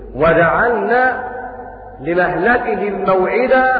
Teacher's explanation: مهلك مع نمل وافتح الضم ندى، ومعنى هذا أن عاصم قرأ بفتح الميم